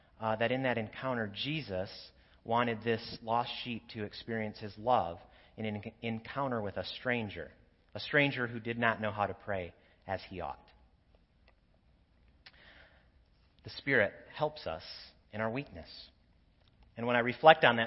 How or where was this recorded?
large echoing room